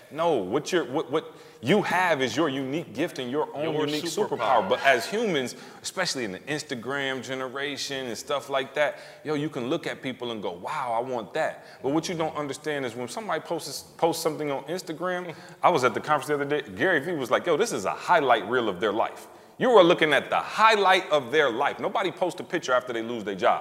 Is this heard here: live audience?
yes